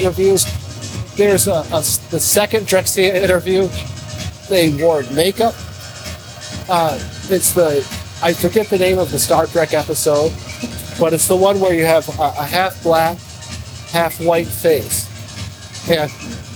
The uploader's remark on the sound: The Summer Sessions on 88.3 WXOU FM featuring a collection of interviews recorded live on the grounds of the 2023 Movement Festival in Hart Plaza.